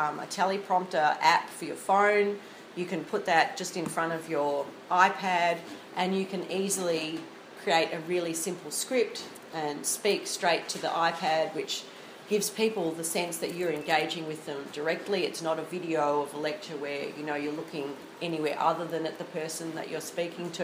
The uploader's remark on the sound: This is a recording of a presentation at the 2016 Australasian Law Teachers Association Conference in Wellington, New Zealand.